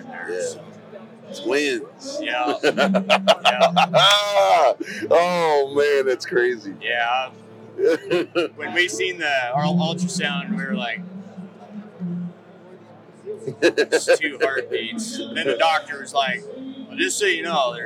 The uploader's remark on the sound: Hunt Expo Live From the Initial Ascent Mountain Dude Table. Live recordings from Western Hunting and Conservation Expo in Salt Lake from the Initial Ascent booth!